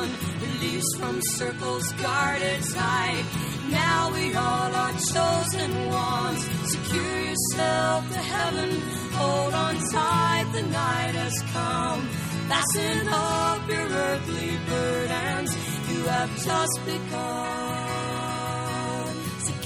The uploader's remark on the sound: told her story at Story Night, held regularly on the first Thursday of the month at the Cloverleaf Sports Bar and Grill in Bremerton